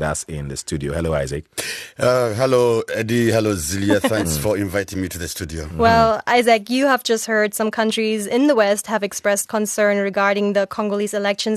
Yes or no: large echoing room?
no